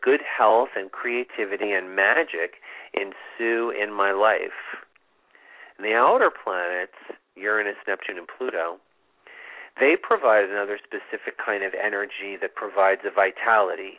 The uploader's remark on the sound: It's a call in show!